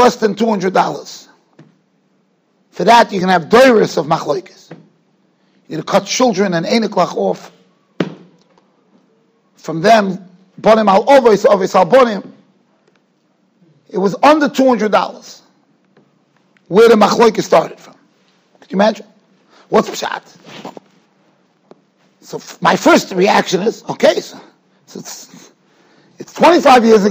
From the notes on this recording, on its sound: Shiur recorded in Yeshivas Ohr Reuven, Monsey, NY.